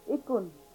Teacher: Ka, which is a sound between a English K and hard G.